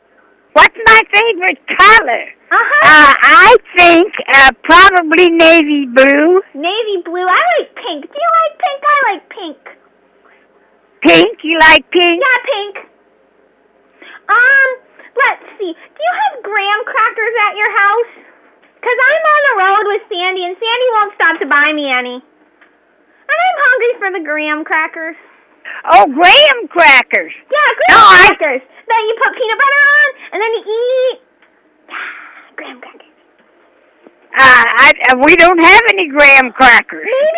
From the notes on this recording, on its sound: Prank Phone Calls